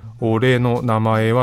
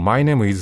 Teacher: 日本語として分解すると「俺の名前は」とこう7つの音節になるけれども英語だとこう「my name is」とこれ3つで済んでしまう